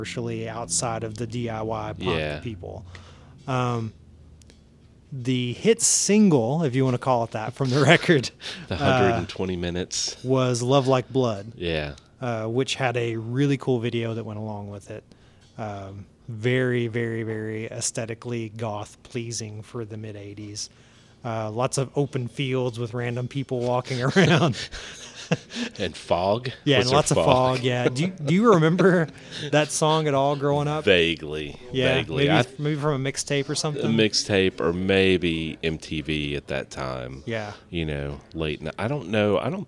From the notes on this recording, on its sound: This episode was recorded at Blue Holler Brewing Supply in Bowling Green, KY.